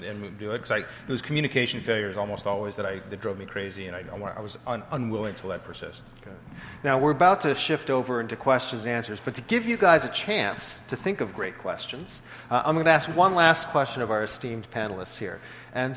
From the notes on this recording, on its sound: This Greymatter episode is a fireside chat that took place at Greyscale, an event for tech founders hosted by Greylock Partners.